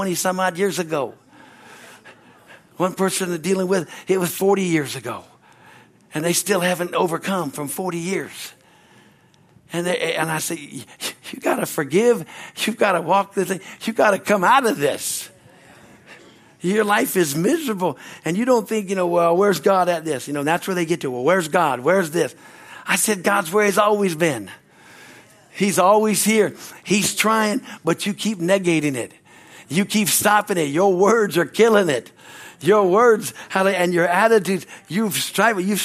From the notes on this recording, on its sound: At Harvest Bible Church in Stockton, CA.